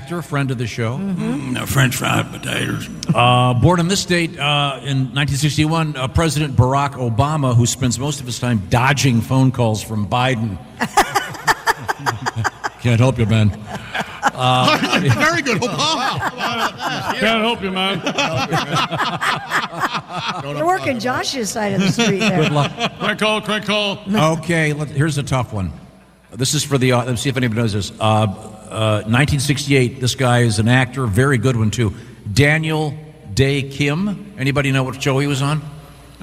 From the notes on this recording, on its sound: We're live from the Indiana State Fair